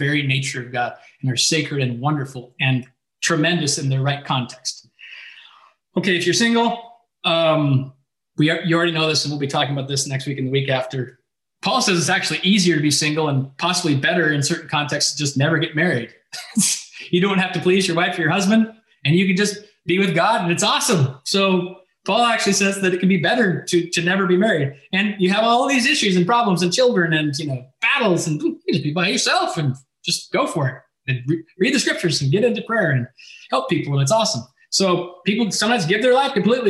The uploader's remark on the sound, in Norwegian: Zoom gudstjeneste.